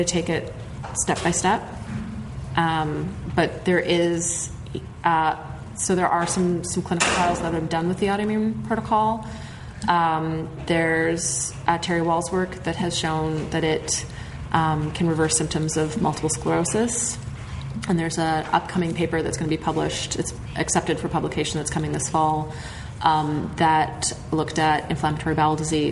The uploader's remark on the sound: In this episode, it's the second part of our LIVE show!